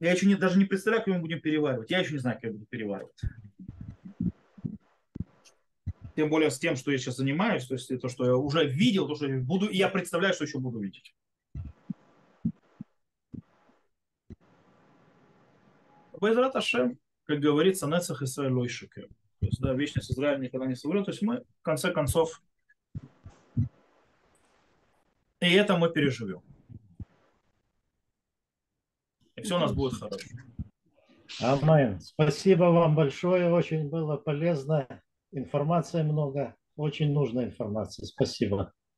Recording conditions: video call